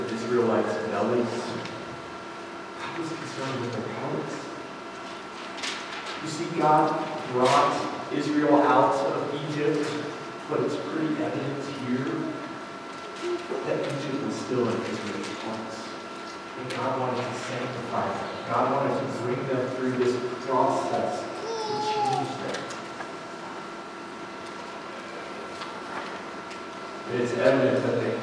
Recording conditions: poor sound quality